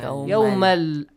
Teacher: You should merge that tanween, the n sound with lam, and the n sound changes to the lam sound. Yes. Simple. · Term: Idgham